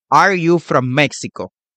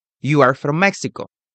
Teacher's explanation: la entonación suele subir al final · Shown in: first take